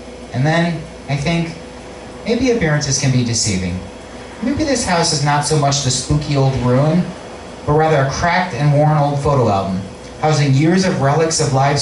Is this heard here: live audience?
yes